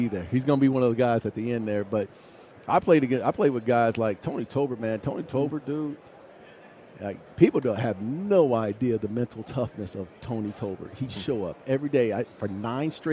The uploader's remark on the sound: live from Super Bowl Radio Row